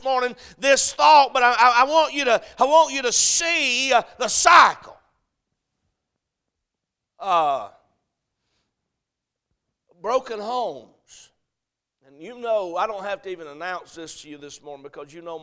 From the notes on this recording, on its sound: Sunday AM. A message preached at Crossroads Baptist Church.